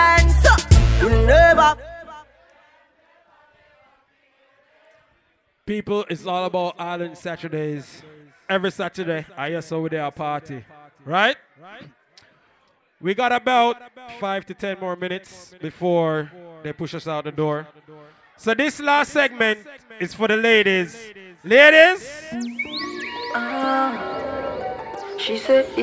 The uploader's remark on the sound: LIVE AUDIO. Live at Island Saturdays on Dec 2nd.